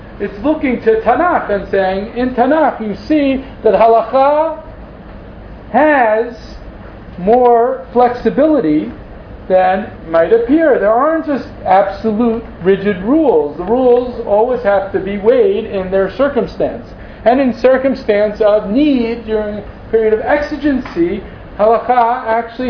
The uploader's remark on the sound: This audio was originally recorded on 02/24/2014 as part of Drisha's lecture series on the topic of Judaism and Other Cultures: Influence, Intersection, and Impact .